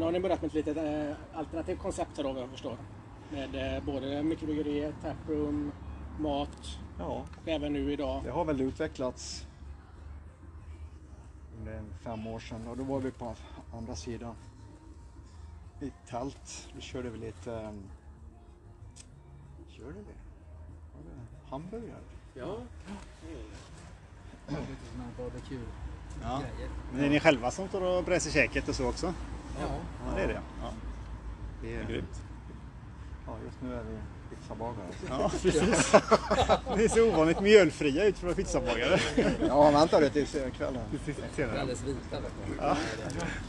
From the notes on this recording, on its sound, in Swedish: Vi träffade grundarna till The Beer Factory från Leksand ute i deras charmiga beer garden. Att spela in podd utomhus har sina utmaningar, därav lämnar ljudkvaliteten tidvis något mer att önska.